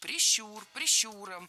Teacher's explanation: Правильный вариант – прищур, прищуром, с ударной «у» во втором слоге